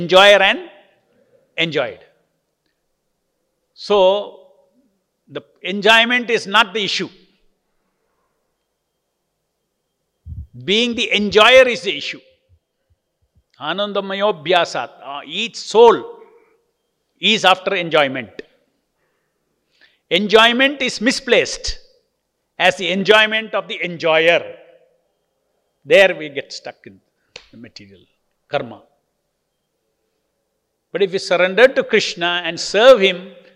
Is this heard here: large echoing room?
yes